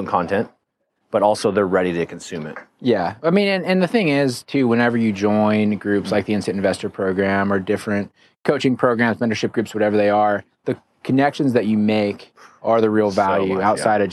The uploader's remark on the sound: LIVE from KEYS CON